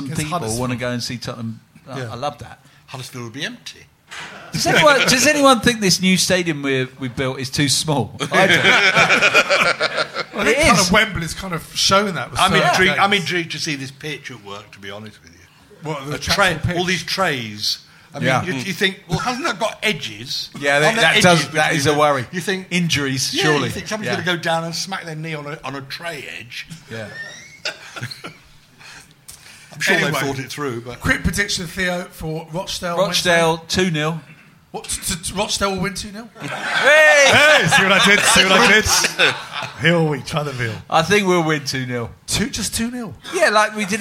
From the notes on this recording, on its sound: Recorded live, defying the Beast from the East this is another #SpursShowLIVE, where a select few Spurs Show Season Ticket holders drink beer and shout at the podcasters for just a fiver!